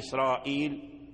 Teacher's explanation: الاسم الأعجمي إذا كان في القرآن الكريم ووقع فيه الراء ووقع قبل الراء كسر فإن ورشا يفخم هذه الراء